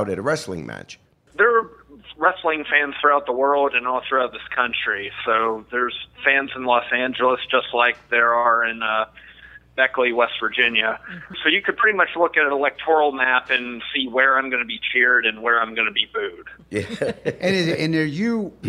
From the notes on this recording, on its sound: We talk to the Liberal Progressive wrestler over the phone from Richmond, Virginia.